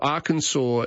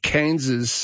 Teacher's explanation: Arkansas is pronounced the way the French would have pronounced it, with the consonant being left off at the end. · Shown in: first take · But Kansas, being further off to the left, acquires an English pronunciation. · Term: French pronunciation